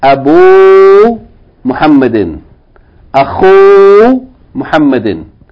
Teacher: The Dhamma in Abun has to be elongated with waw. So you say Abu Muhammadin.